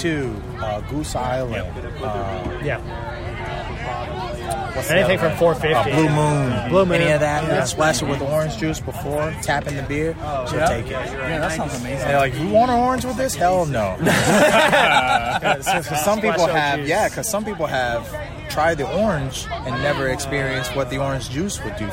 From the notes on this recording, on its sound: record live at Hendricks County’s 3rd annual Hoppy Halloween beer festival